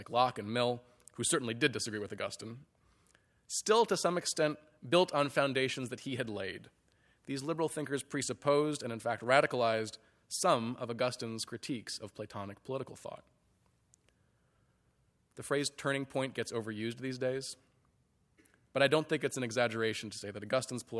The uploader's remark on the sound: Audio recording of a lecture. As part of the Formal Lecture Series.